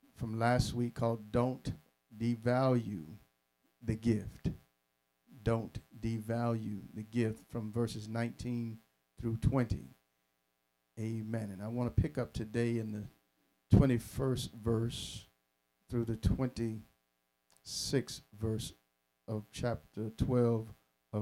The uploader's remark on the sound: Sermon preached from Wesley AME Zion Church